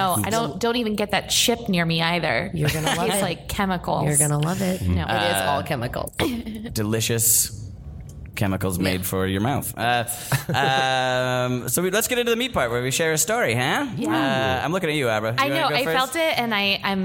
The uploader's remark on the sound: Recorded live at DCM 19 in New York. In NYC for the 19th annual Del Close Marathon recorded in conjunction with the UCB Podcast Network!